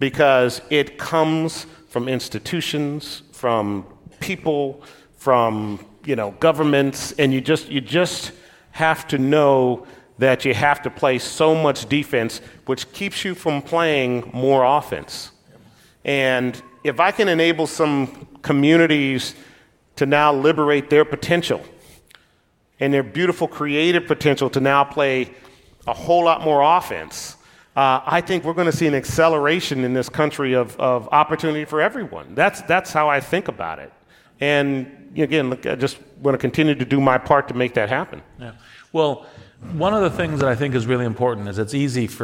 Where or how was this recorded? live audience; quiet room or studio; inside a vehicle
live audience